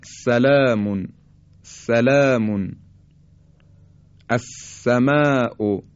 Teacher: حرف سین بدون ارتعاش تارهای صوتی به صورت خیلی ساده تولید میشه